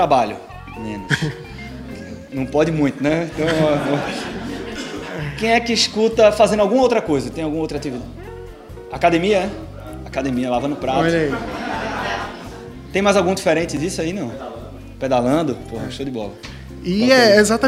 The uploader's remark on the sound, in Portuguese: Gravação AO VIVO